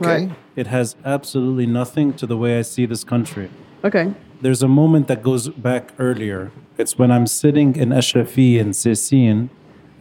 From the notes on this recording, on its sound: Recorded live at Aaliya’s Books. Q&A.